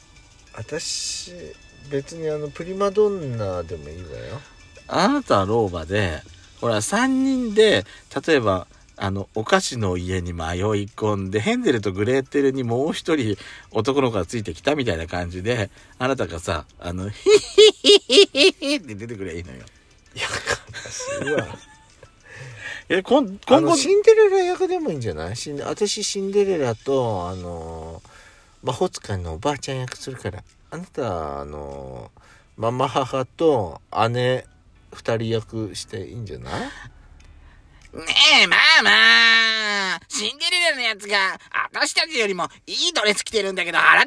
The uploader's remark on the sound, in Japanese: パーキング収録